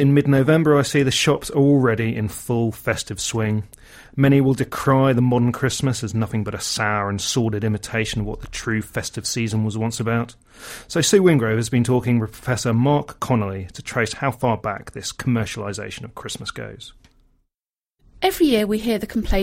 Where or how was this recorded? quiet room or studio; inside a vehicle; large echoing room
quiet room or studio